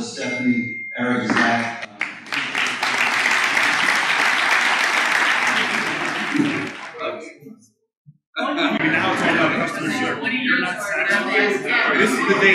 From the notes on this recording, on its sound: Marcum Food & Beverage Summit. The event was held on September 10th at Convene Conference Center in Manhattan, NY.